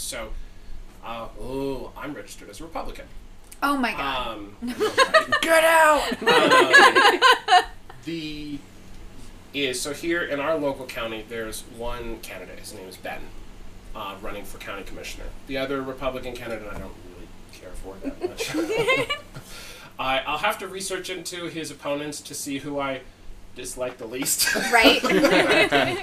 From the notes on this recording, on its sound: We have a special guest, so sorry if the audio isn't as good only using one microphone made it a bit difficult.